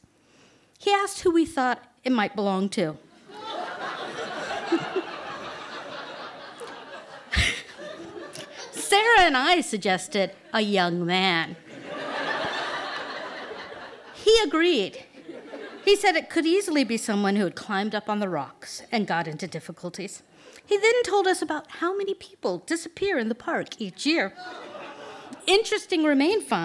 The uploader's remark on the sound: At the tenx9 mic in the black Box. Tenx9 is a live storytelling event. It began in Belfast in 2011 in the Black Box.